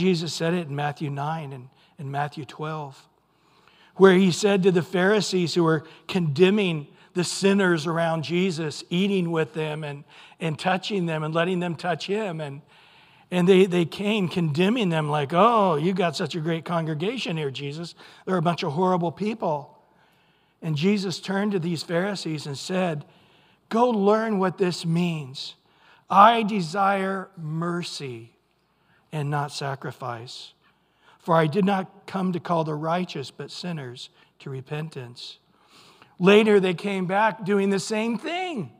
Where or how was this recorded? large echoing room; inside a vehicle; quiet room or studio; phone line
large echoing room